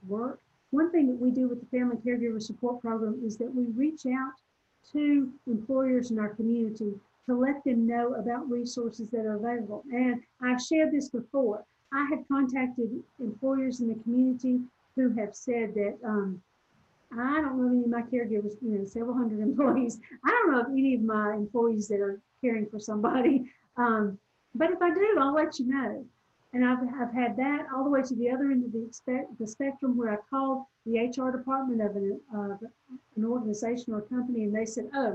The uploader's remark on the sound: This recording is from a Zoom presentation